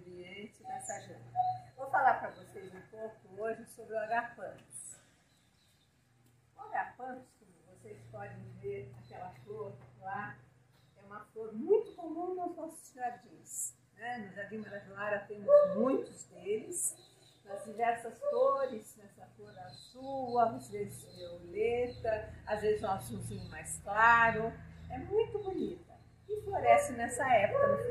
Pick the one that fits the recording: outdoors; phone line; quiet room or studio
outdoors